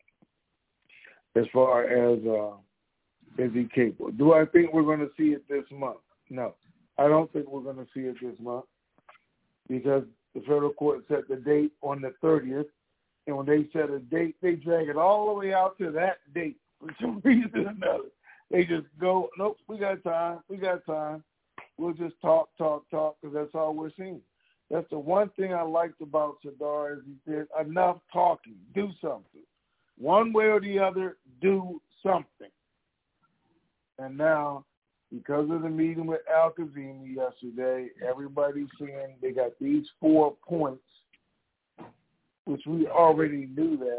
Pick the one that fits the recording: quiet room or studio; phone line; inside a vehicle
phone line